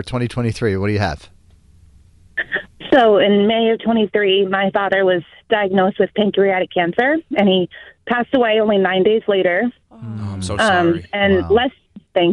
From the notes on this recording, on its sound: Listeners called